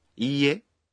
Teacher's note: Observen que la I de IE se pronuncia prolongada